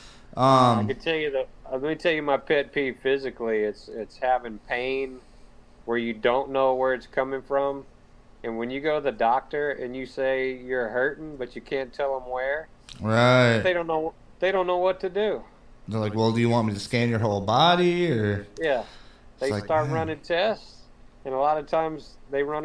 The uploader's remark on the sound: Sorry about echo